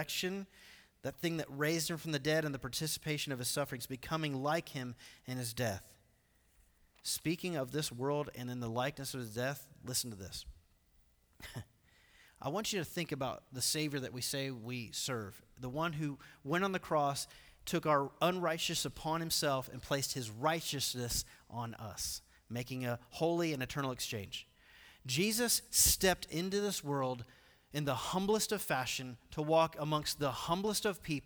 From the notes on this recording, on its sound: Recorded live at The Fellowship at Two Rivers on September 29, 2019.